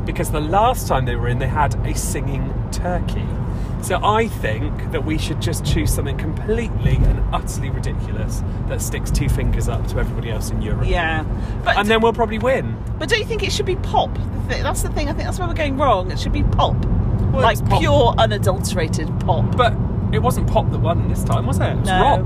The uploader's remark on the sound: This week we are in the car!